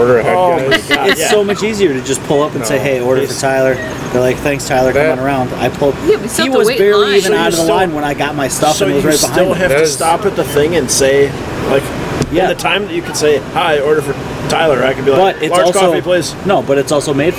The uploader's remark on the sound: The carnies' generators make for annoying background noise but our county fair vibes can't be beat!